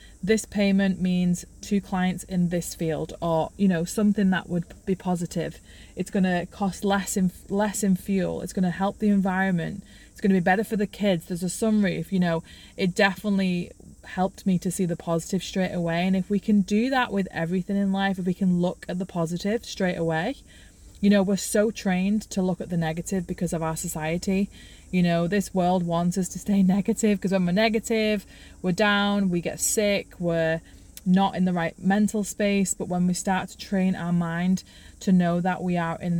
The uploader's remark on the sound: I am allowing presence into this episode as I share it from my car.